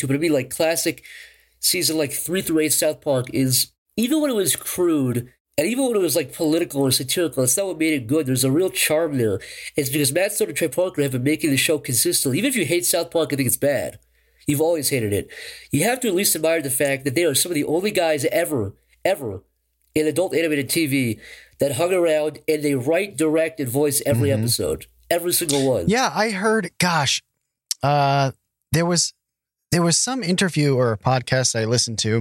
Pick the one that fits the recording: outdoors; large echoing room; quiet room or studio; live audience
quiet room or studio